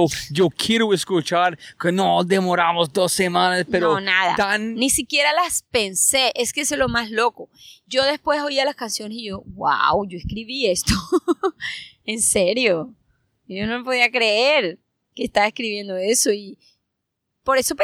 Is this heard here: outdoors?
yes